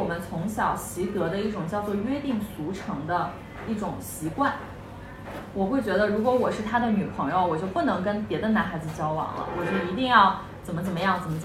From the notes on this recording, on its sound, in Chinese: 来自上周末在长沙线下分享会的录音